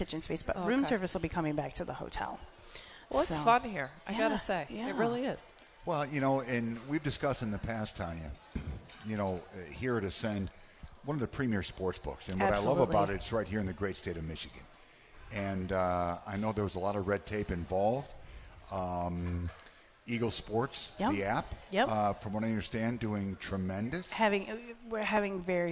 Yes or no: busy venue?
yes